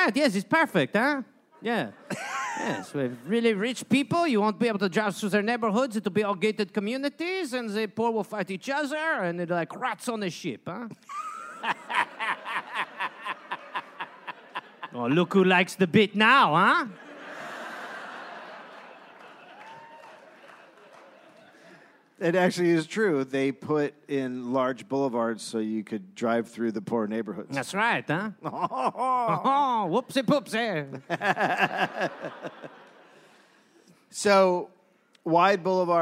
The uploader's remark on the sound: Recorded live in Michigan.